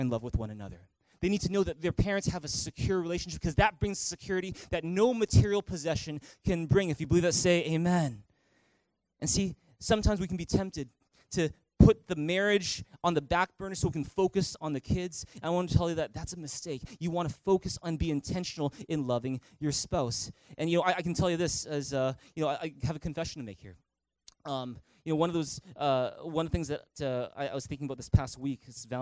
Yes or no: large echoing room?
yes